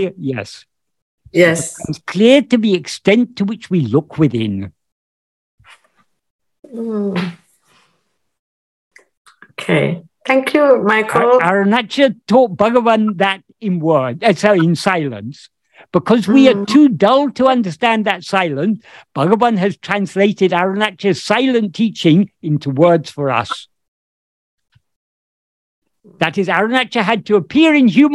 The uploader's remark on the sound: In a Zoom meeting of the ‘Ramana Maharshi Foundation UK’ on 31st December 2022